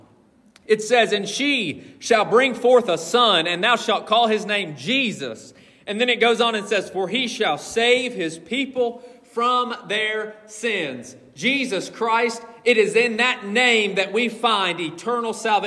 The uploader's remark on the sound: This message was preached from the pulpit of Collins Hill Baptist Church on December 17th, 2023